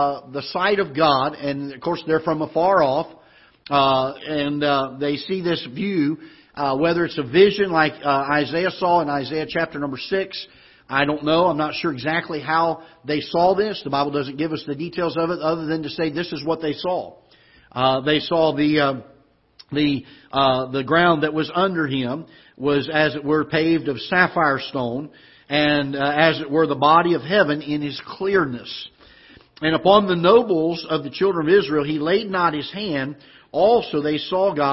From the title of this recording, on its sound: Ketha Heights Baptist Church ~ Live Broadcast